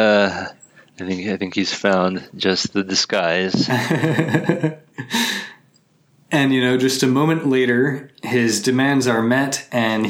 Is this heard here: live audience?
no